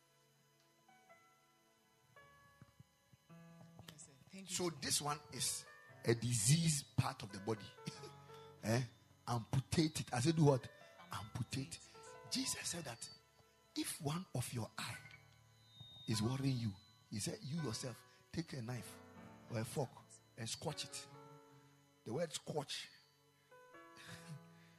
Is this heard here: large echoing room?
yes